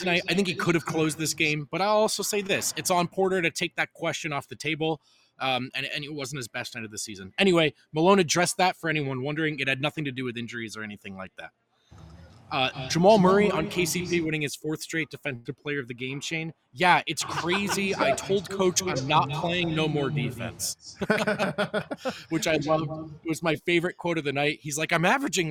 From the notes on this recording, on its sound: LIVE from thew DNVR Bar